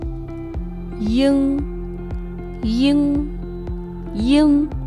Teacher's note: Para pronunciar se puede dividir en i y on Primero pronunciamos la I y luego agregamos la un, levantando la lengua y echándola hacia atrás. · Term: vocal nasal trasera